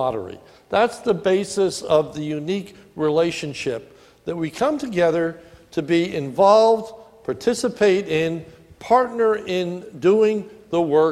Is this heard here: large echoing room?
yes